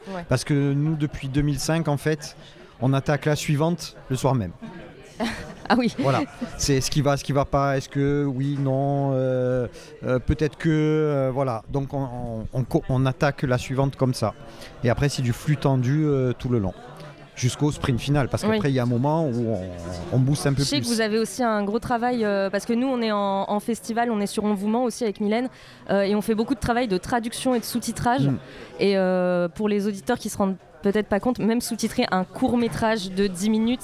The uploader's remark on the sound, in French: Ce podcast a été enregistré dans les conditions du direct autour d'un café, le son est donc vraiment pas ouf. Voyez ça comme de l'ASMR préparation de cappuccino.